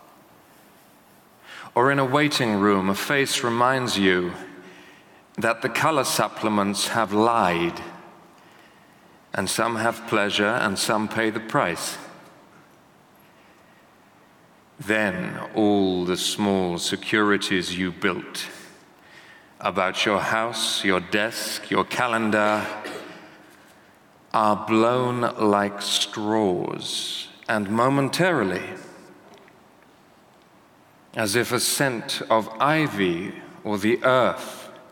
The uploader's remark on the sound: This event was recorded on the 2nd March 2018, in London